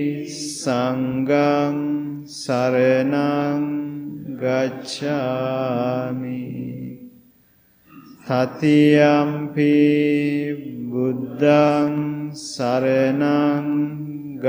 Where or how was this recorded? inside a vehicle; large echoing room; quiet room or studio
large echoing room